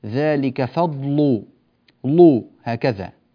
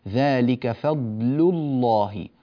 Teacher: ذلك فضل الله، خصوصا أن لفظ الجلالة بعدها الله جاء مفخما، وهذا يحتاج إلى تنبه، فوقعت اللام بين ضاد مفخمة ولام مفخمة، فكانت تحتاج إلى مزيد من العناية في نطقها · Shown in: second take · Term: ترقيق اللام